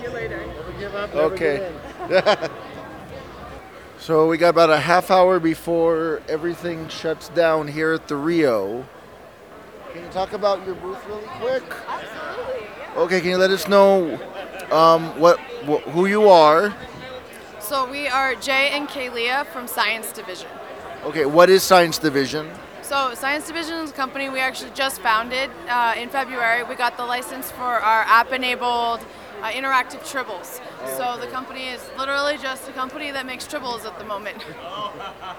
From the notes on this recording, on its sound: Day 5 of STLV 2019. I had time to walk around and interview people when I wasn’t in The Nimoy Theater live tweeting panels.